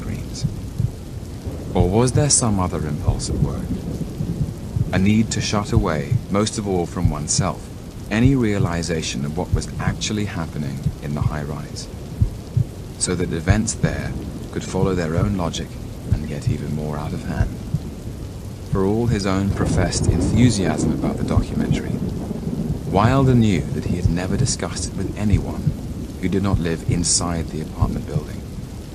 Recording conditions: sounds in the background